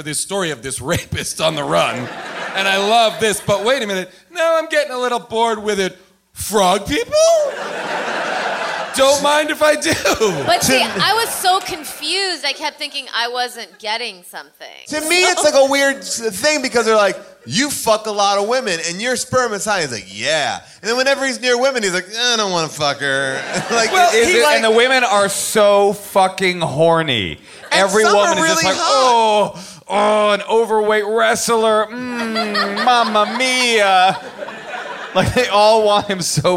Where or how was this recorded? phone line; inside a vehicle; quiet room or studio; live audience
live audience